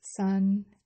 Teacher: San is the first sound. You drag it longer.